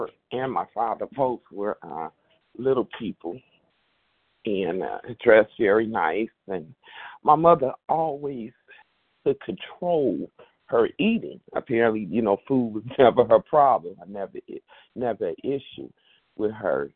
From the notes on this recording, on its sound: 100 Pounders Phone Meeting, 12/6/23.